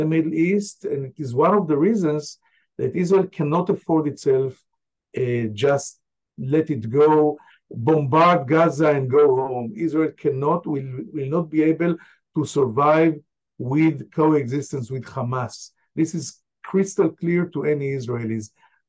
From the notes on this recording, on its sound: Live Q&A webinar. Reporting from Tel Aviv.